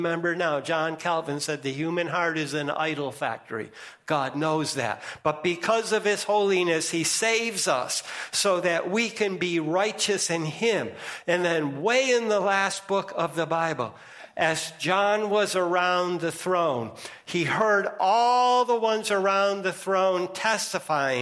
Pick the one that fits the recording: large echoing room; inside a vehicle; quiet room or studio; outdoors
large echoing room